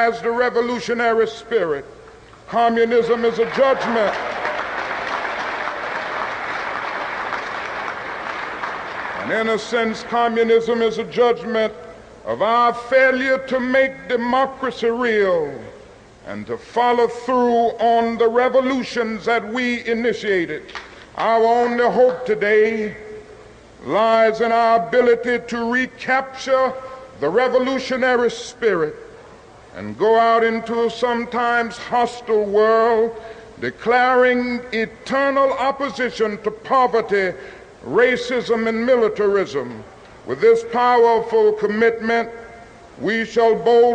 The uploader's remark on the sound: delivered this speech in 1967 at the first and only National Conference for New Politics